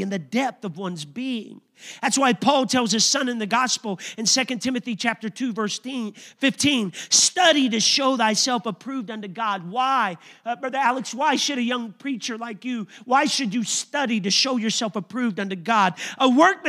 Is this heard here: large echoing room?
yes